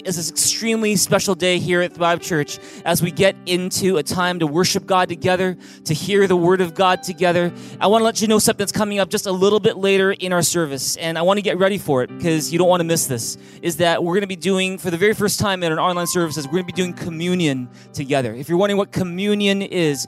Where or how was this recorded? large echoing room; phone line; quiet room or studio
large echoing room